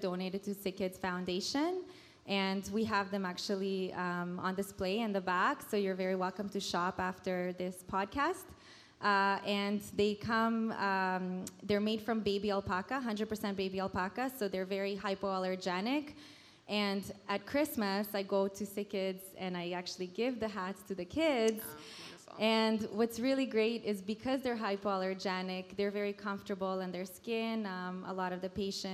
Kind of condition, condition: setting, busy venue